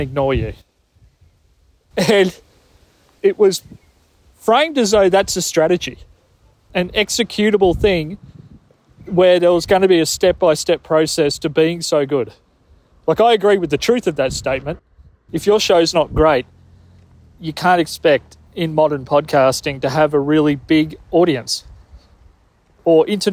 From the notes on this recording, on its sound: (Walk-isode). Out for a walk when he heard something that made him want to record this extemporaneous Walk-isode.